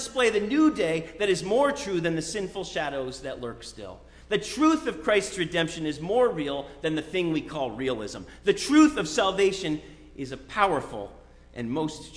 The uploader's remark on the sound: Sermon preached at RCHP